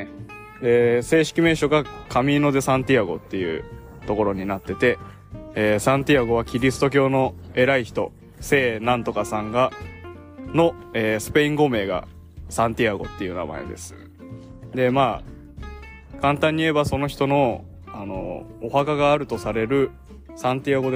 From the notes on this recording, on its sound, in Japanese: 屋外の収録なので、雑音が多いです